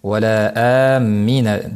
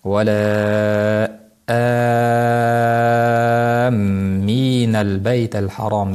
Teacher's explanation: Shuning uchun bu yerda badalmadga amal qilib vala amina deyilmaydi-da, balki vala minal baytal harom deb 6 harakat cho'ziladi · Shown in: second take · Agar badalmadga amal qilganimizda 2 harakat cho'zilar edi, balki bunday emas, balki bu zaif mad bo'lganligi uchun, demak 6 harakat cho'ziladi. · Term: lozim mad